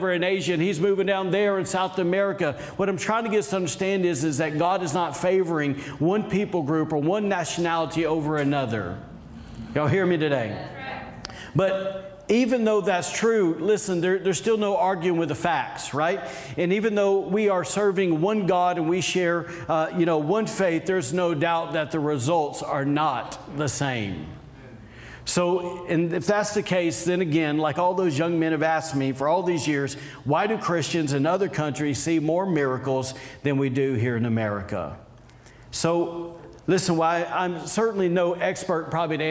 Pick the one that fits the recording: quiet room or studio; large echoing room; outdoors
large echoing room